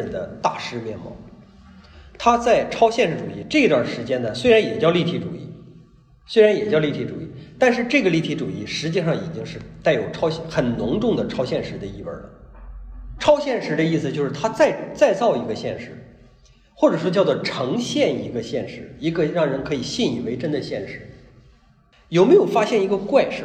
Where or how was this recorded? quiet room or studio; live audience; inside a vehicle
live audience